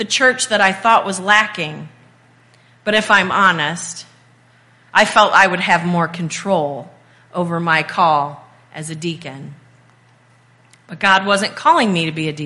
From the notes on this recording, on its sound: This Message was recorded at Faith UMC on July 2nd, 2023.